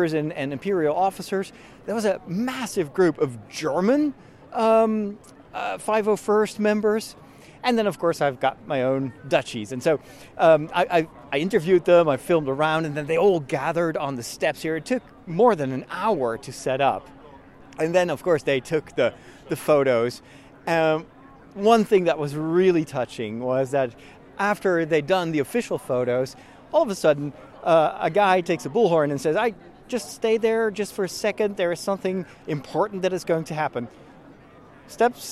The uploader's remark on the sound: Live From London: The Star Wars Celebration 2023! In this special live episode of The Break, I take you on a tour of the convention floor at the Star Wars Celebration 2023!